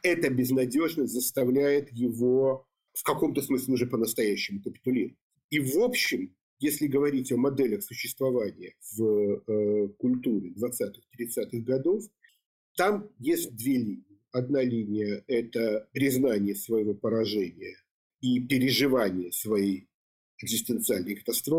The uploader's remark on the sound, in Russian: Разговор состоялся в зуме, приносим извинения за качество звука!